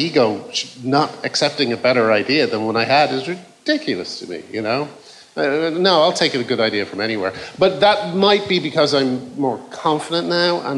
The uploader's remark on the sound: Recorded in front of an audience in London's 100 Club.